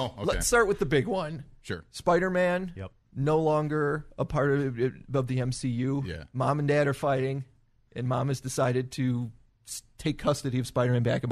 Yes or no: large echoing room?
no